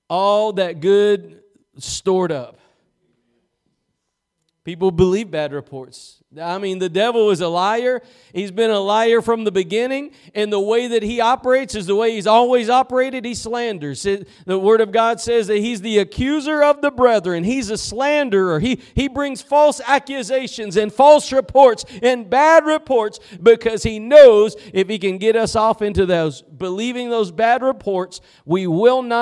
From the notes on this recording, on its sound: Preached at Gospel Lighthouse in Bossier City, La.